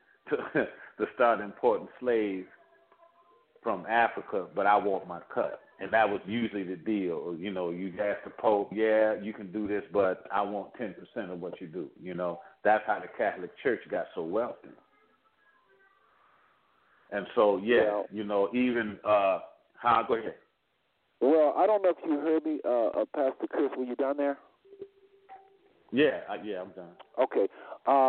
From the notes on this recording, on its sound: Our callers will also weigh in to this respectful Q&A session.